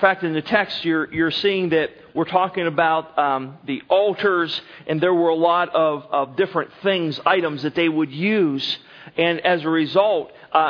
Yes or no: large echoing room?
yes